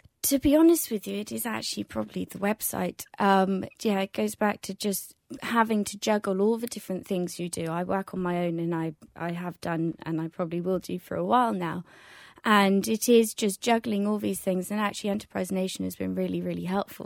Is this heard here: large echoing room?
no